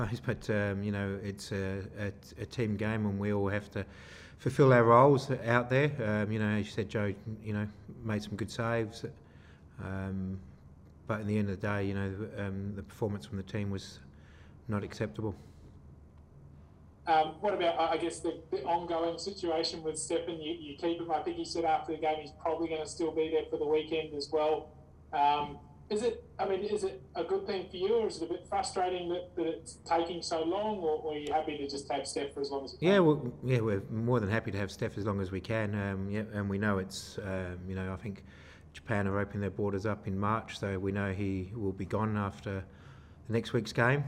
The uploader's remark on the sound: Post-match Press Conference | Macarthur FC v Adelaide United.